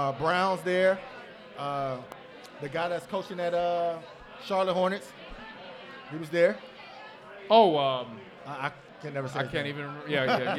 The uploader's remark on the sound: LIVE at Mio’s